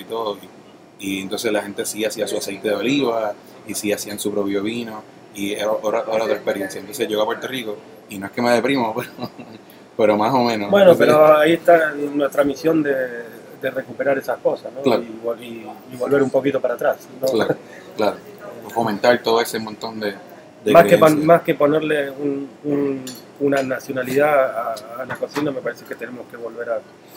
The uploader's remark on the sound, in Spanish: entrevista que hiciéramos en vivo en Nonna